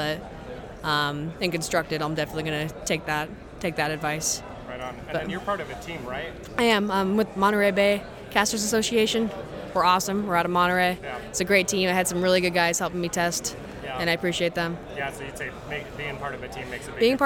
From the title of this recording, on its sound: Live from Water Tower 2023!